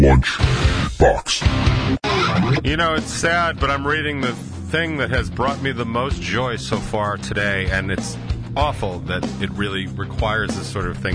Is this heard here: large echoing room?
no